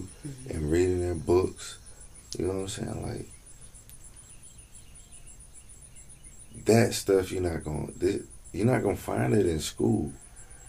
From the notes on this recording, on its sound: This episode is raw and organic. Recorded outside in nature. No fancy studio or stuffy convo over here.